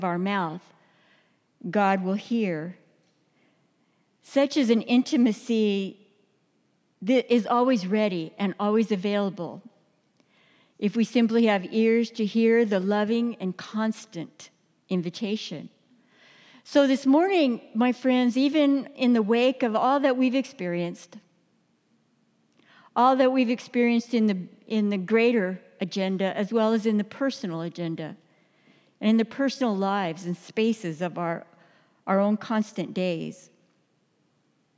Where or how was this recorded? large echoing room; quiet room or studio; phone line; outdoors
large echoing room